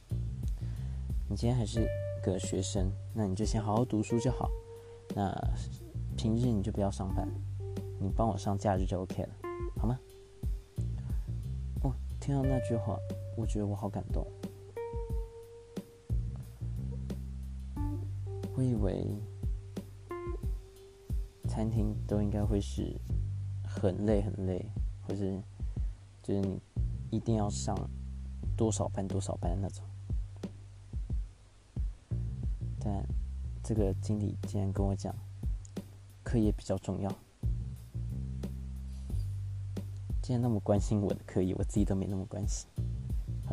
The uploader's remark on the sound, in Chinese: 錄音設備尚未完善，只能使用earbuds 來做錄製，音質表現還請見諒。